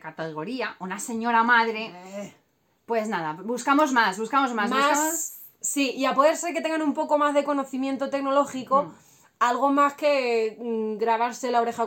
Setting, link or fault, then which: fault, phone or laptop microphone